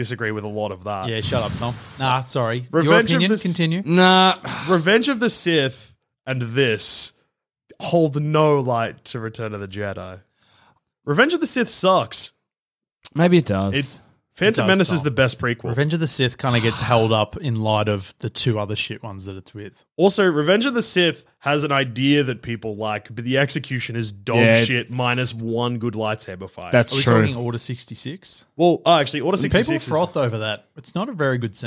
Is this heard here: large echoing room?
no